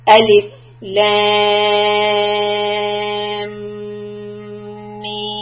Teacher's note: When these three are together, we do not pause between each letter, but we continue.